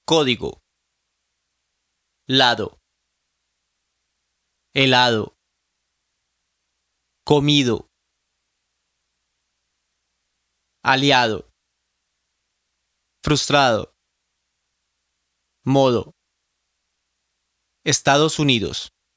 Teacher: Surrounded by vowels, the D loses most of its voice sound and sounds more like the TH in lather.